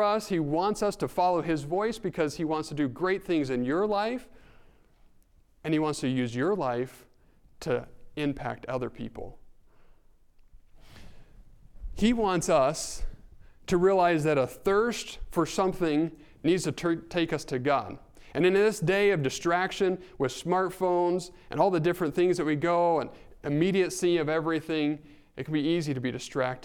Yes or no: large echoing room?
yes